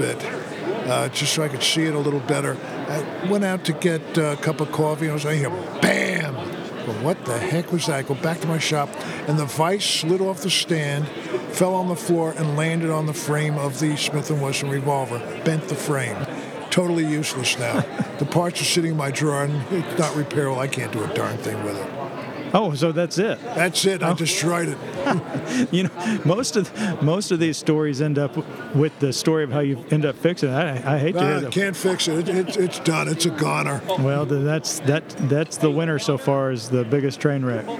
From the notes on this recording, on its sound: This is an informal conversation. Recorded live at the 2023 FEGA convention at the Westgate Hotel in Las Vegas, Nevada.